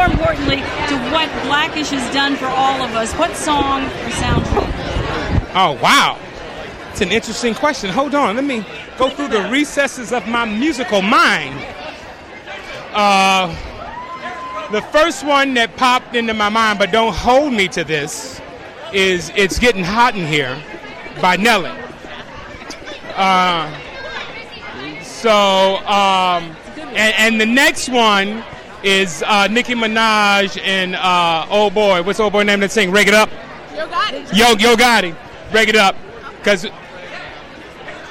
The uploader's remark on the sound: Back Stage At The EMMY Awards